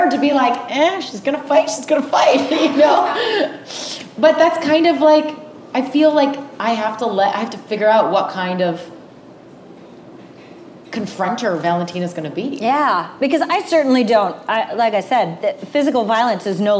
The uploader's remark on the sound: Our first LIVE SHOW RECORD!